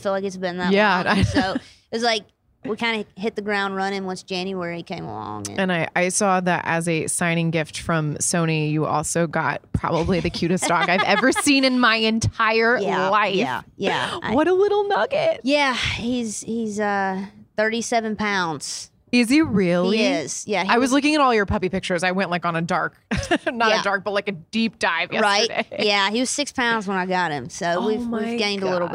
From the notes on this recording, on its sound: backstage at Audacy's Leading Ladies Live